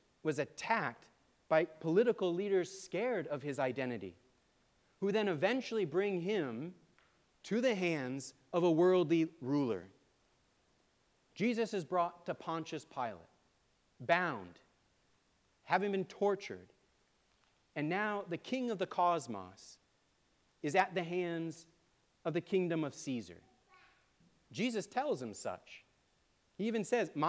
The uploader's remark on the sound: Preached at All Saints Anglican Church on January 21, 2024.